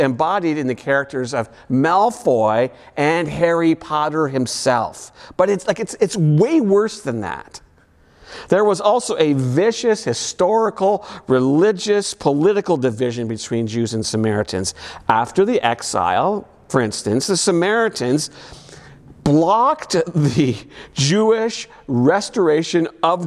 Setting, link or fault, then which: setting, large echoing room